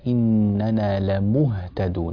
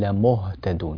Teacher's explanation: أخلص الضم في قوله تعالى إننا لمهتدون · Shown in: first take · لا تقول لمهتدون، مو لمهتدون.